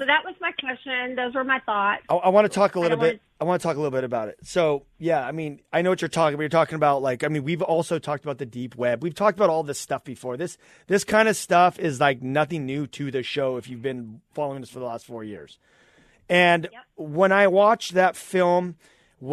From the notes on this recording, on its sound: Taking Live Calls